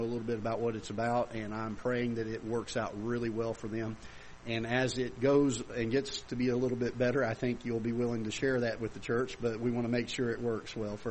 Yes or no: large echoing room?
yes